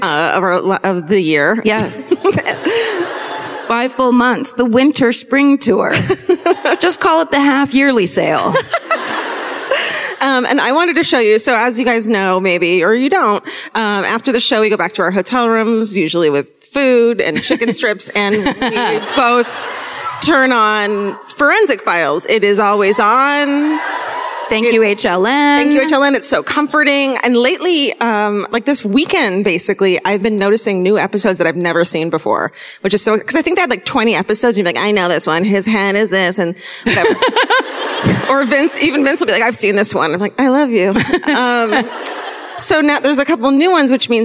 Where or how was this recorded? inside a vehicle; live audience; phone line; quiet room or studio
live audience